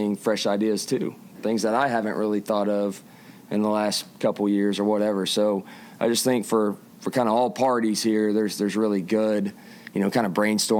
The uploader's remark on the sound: The full, uncut audio from recent press-conference interviews